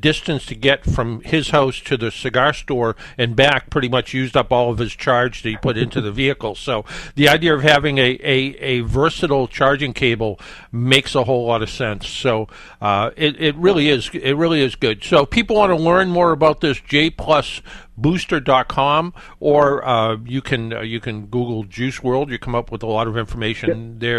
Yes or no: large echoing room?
no